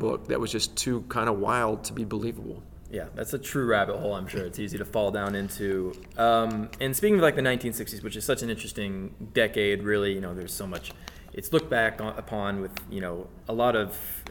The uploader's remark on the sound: at the ALA Annual conference in New Orleans